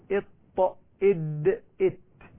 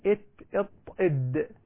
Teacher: طرف اللسان مع أصول الثنايا العليا